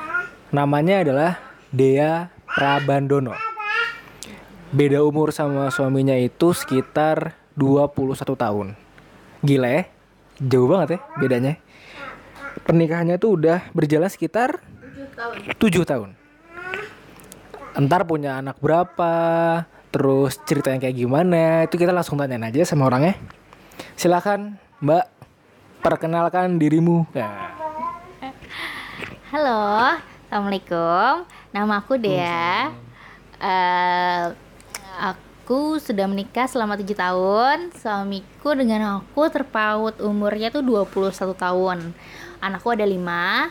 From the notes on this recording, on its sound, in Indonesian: Sorry yaa kalo banyak suara anak-anak, rekaman nya di rumah.